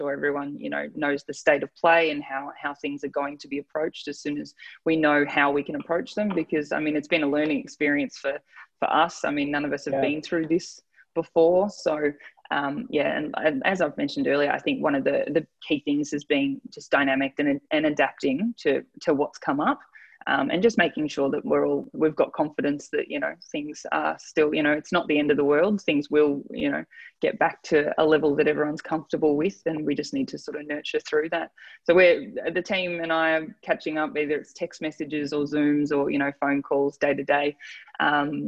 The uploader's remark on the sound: ZOOMCAST